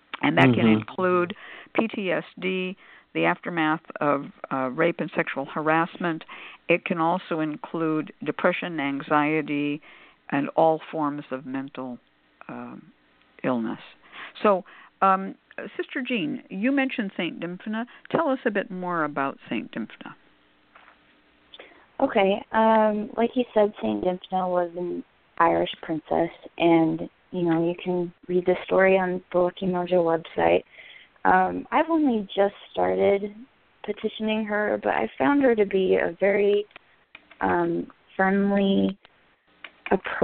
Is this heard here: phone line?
yes